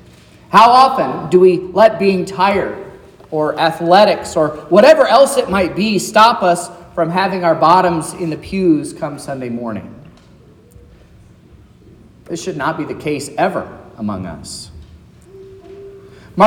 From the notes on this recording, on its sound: sermon preached at Trinity Lutheran Church in Vallonia, Indiana